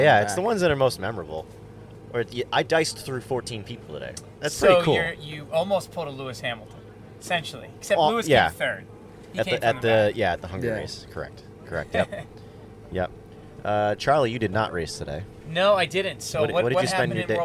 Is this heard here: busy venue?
yes